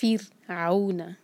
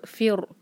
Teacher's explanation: یہاں پر فر کہنا غلط ہوگا، باریک کریں را کو · Shown in: first take · Term: را باریک